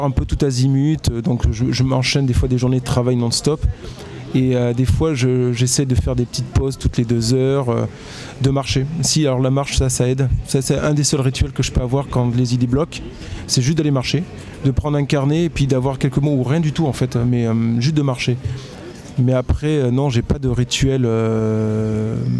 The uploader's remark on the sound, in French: Toute une émission en direct le 4 juillet de 9h à 18h à l'occasion du LIVRODROME qui proposa ce jour-là sur le quai Baluze à Tulle. Toute une émission en direct le 4 juillet de 9h à 18h à l'occasion du LIVRODROME qui proposa ce jour-là sur le quai Baluze à Tulle.